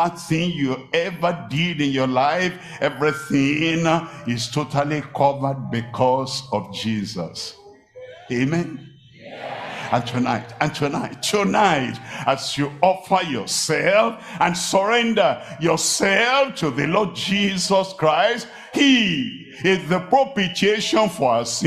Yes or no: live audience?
yes